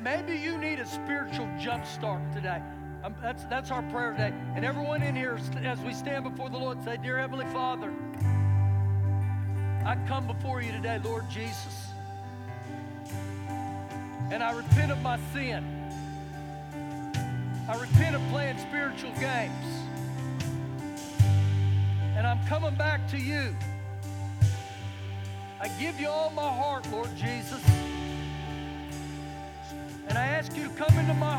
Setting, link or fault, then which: setting, large echoing room